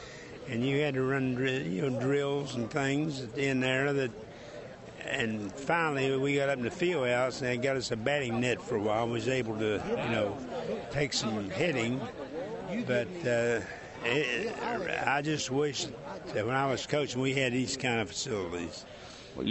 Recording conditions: busy venue